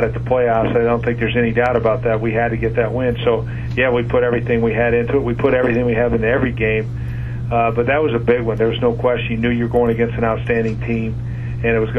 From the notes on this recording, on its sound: Opponent Conference Call. Buffalo Bills Head Coach Speaks with the New York Media.